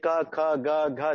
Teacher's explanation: जब आप क बोलते हैं तो क अपने आप में हाफ होता है, उसमें अ साउंड लास्ट में आता है, ख अ साउंड आता है, ग अ साउंड आता है।